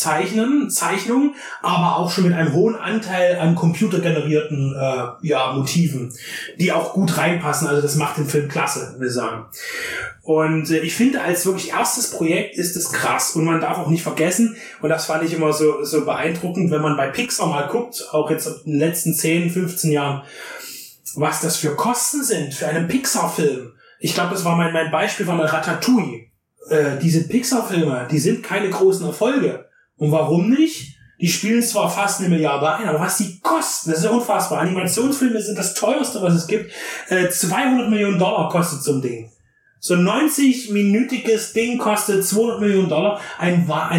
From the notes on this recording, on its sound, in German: Wir entschuldigen die schlechte Tonqualität (aber da war leider der Wurm drin).